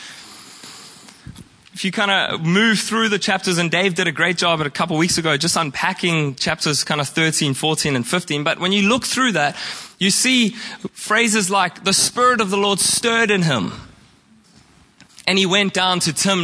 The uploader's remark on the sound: Preached at Horsham Downs on 14/05/2023